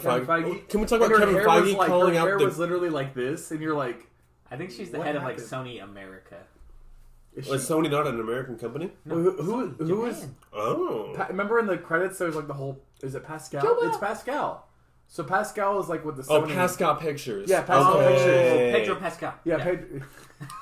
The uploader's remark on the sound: I apologize for any rough audio